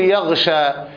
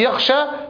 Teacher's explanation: الصفة المختلفة من الصفات في هذين الحرفين هي صفة الجهر والهمس، فالغين مجهورة والخاء مهموسة